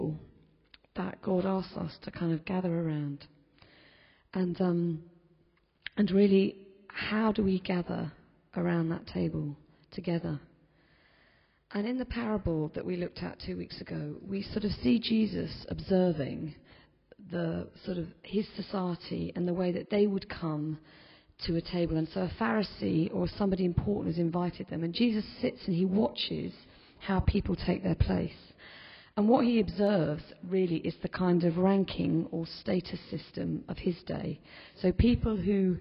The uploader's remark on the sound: In this podcast recording of the homily in a Moot Community Eucharist on the 19th September 2010.